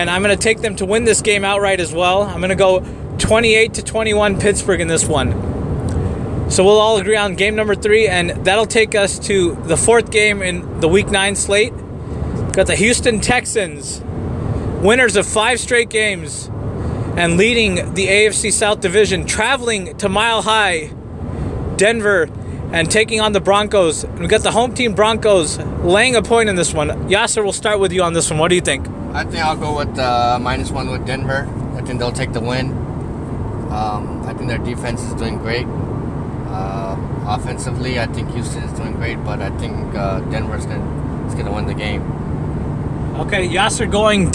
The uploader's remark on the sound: Live in the car in route to the Bay Area.